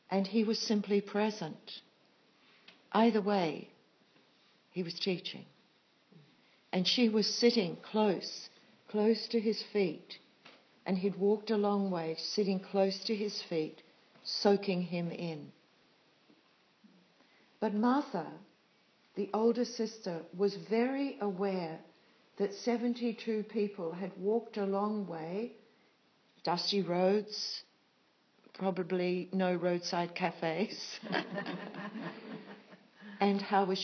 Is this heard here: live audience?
yes